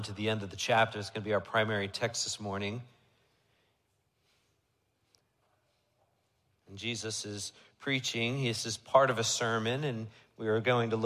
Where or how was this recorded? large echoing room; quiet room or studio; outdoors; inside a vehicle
large echoing room